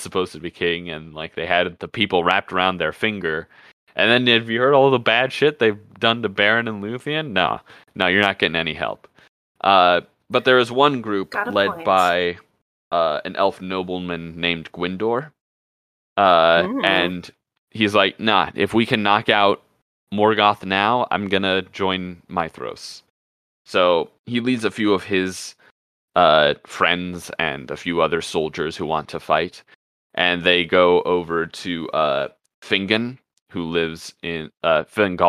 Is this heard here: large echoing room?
no